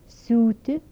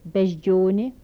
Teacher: Dental fricatives with palatalization.